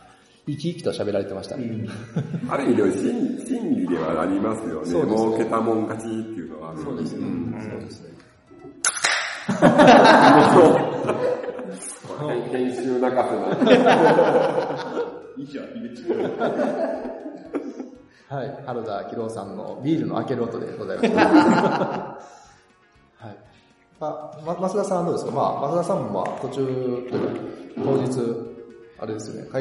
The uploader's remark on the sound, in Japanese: アジャイルジャパン大阪サテライトに行ってきたよ！今回は、スクラム道関西メンバーが、アジャイルジャパン大阪サテライトを開催したので、 参加した方を交えて、収録を行いました。